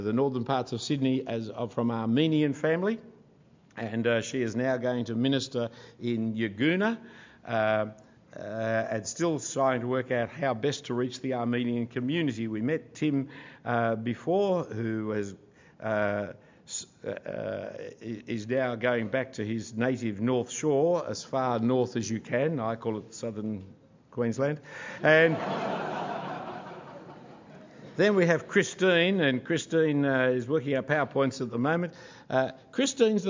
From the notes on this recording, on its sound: Full Event Recording. The full evening recording of the event.